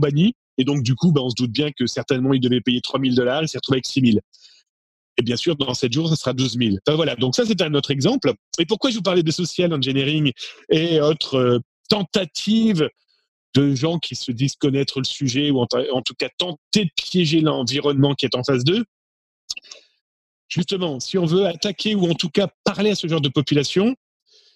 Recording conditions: video call